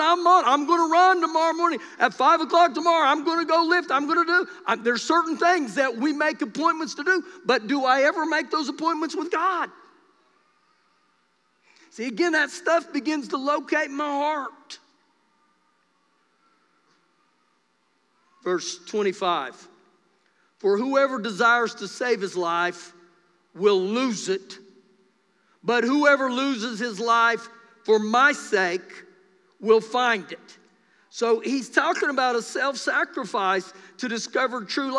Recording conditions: live audience